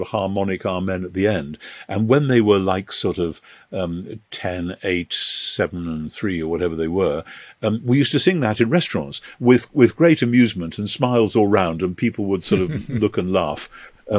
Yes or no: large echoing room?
no